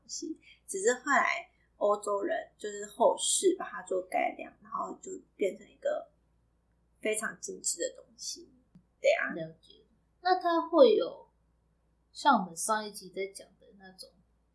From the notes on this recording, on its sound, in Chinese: 這集有較多雜音